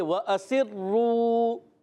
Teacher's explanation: تکرار اصلی نہیں ہوگا، مشابہت تکرار ہوتی ہے، تھوڑی سی تکرار کی آواز آئے گی